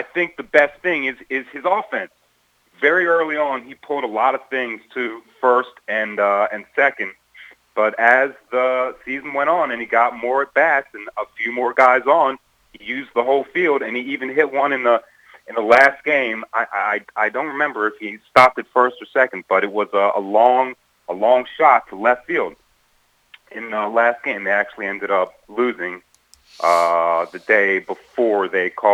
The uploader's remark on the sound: called